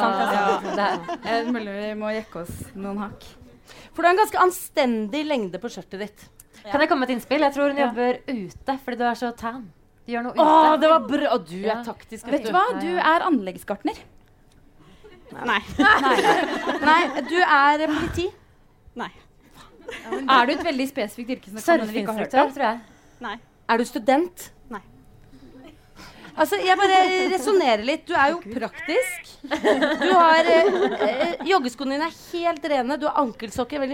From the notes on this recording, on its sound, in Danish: Live fra Nieu Scene. Takk til alle som møtte opp fysisk eller på stream. Her er første del av livepodden.